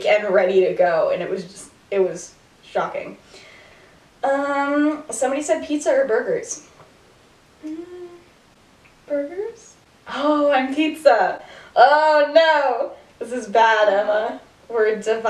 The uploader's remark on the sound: Bad audio. Whoops, the audio got worse.